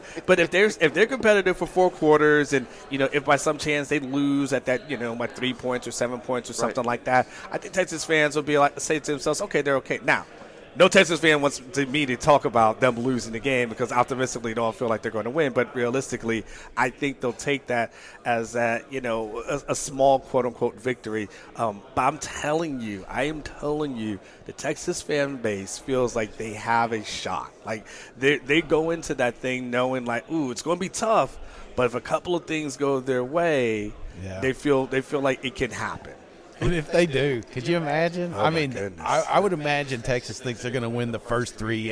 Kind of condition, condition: setting, busy venue